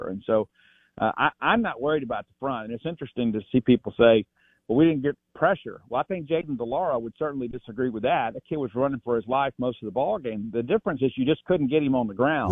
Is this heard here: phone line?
yes